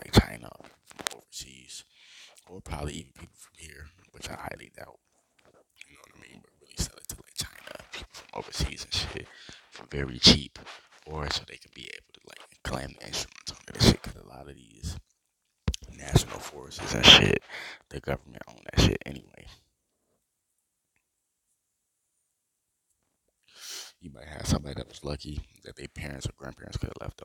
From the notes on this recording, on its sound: Sorry about the microphone quality